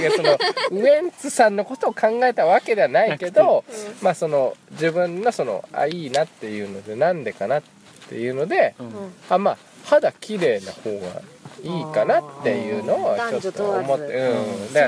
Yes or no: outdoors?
yes